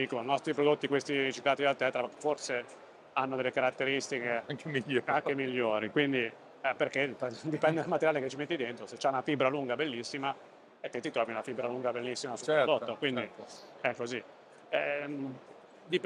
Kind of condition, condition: setting, busy venue